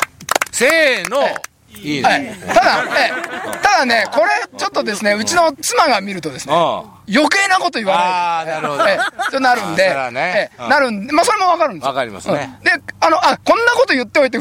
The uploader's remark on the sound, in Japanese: 長野県ビーナスラインの霧ヶ峰高原にて。バイクツーリングをして青空対談収録を開催いたしました。